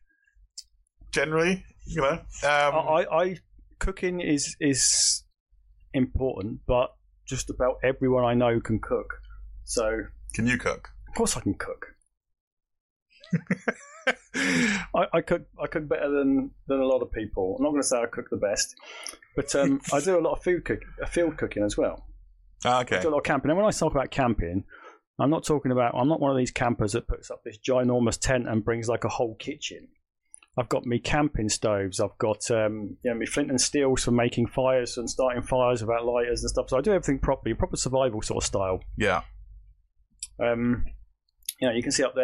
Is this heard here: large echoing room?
no